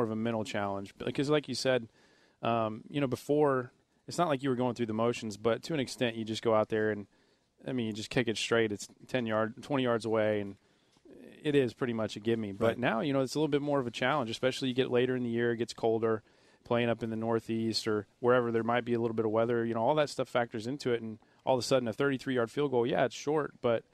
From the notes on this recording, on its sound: broadcasts live from Dallas Cowboys training camp in Oxnard, California